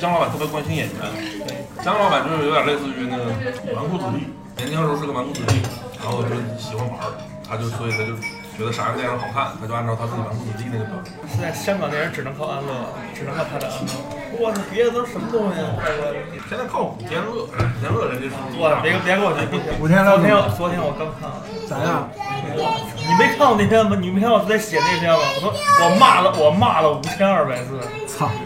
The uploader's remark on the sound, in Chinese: 录音环境为餐馆，所以背景音有些嘈杂